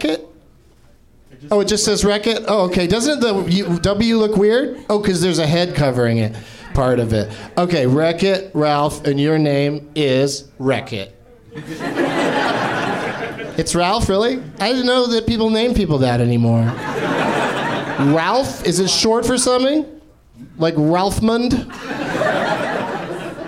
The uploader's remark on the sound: Live from the NerdMelt Showroom in LA